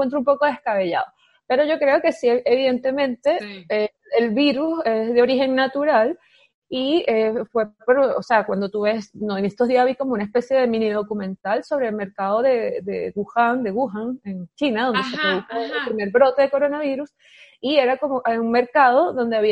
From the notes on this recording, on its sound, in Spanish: esta vez en modalidad de videollamada (pedimos disculpas porque la calidad de audio y video no es la acostumbrada)